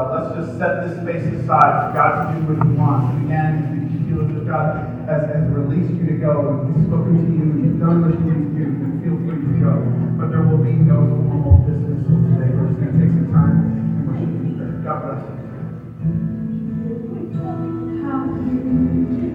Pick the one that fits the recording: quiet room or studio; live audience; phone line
live audience